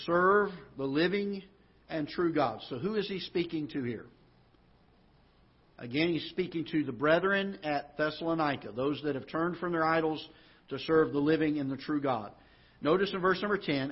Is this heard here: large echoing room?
yes